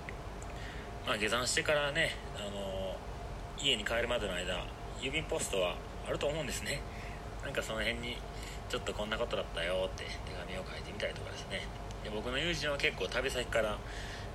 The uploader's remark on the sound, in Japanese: 苗場山頂からお届けしております。携帯での収録は編集が出来ず、なんか変な感じになってるかもしれません。